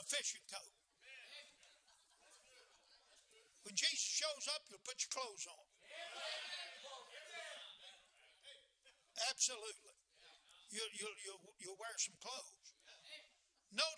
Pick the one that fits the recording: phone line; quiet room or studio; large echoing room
large echoing room